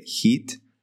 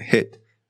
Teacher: Like, for example, if you say heat versus hit, heat has that elongated I sound, heat, and then you have hit.